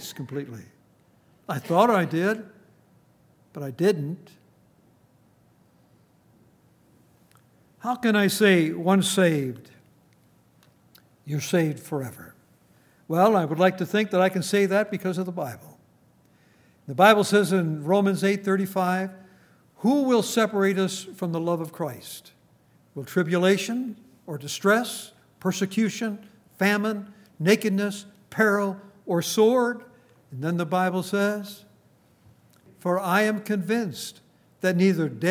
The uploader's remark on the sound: Recorded on July 14, 2019, at Grace Bible Fellowship in Front Royal, VA.